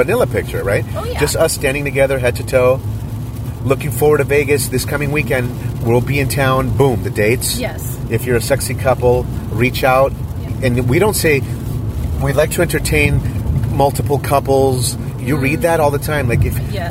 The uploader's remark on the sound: We recorded this audio in our car while traveling from Las Vegas back to Los Angeles.